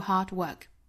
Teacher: and 弱读成 n， and happiness isachieved。我们注意 achieve 这是一个长音 e，我们刚才讲到这个 greatest 最后一个元音是一个短音 a，那么这里面的 achieve 它是一个紧张的长音 e， achieved through hard work 两个卷舌，一个是上下开口度 hard，一个是左右的 work